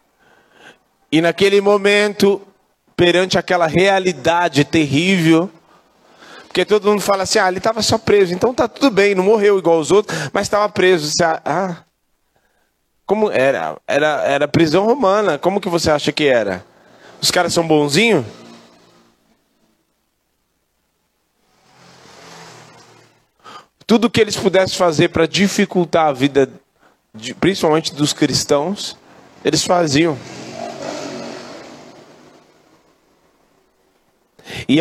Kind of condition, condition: setting, large echoing room